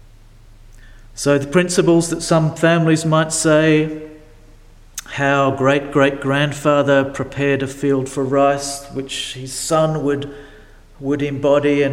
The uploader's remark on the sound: delivered at St Paul's in Beaconsfield